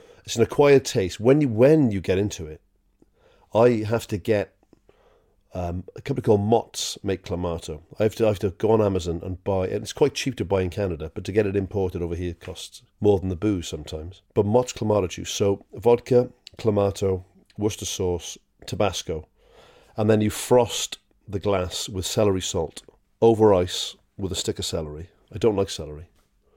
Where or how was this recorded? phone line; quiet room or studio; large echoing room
quiet room or studio